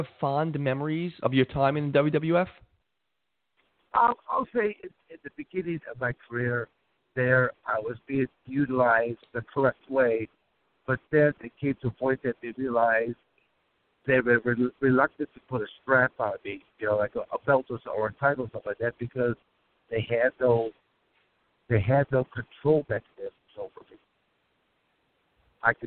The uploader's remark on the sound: driving 17 hours so he decided to kill some time and call into my podcast